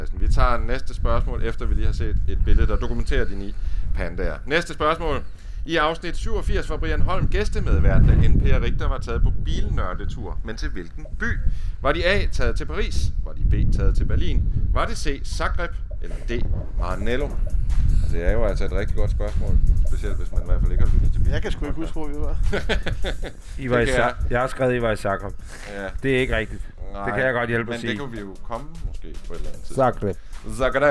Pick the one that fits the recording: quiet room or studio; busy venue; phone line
busy venue